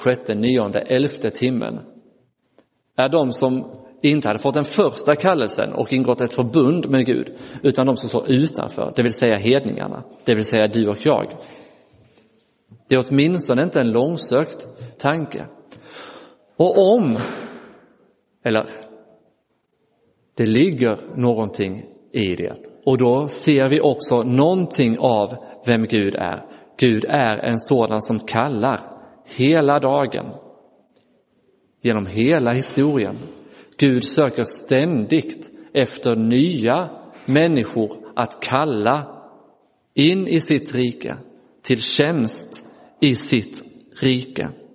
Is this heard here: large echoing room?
yes